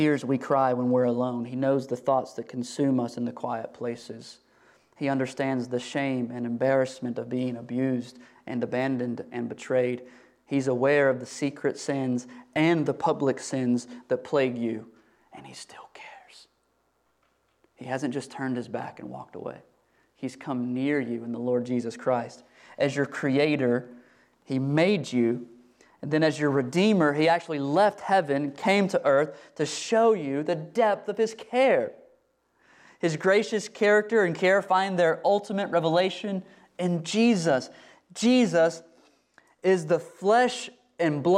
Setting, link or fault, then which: setting, large echoing room